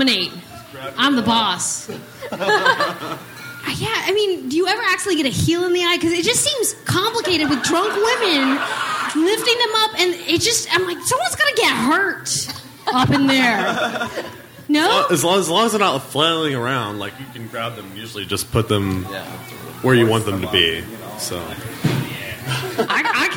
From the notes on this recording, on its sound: On stage at Portland's Dante's, hilarity ensues.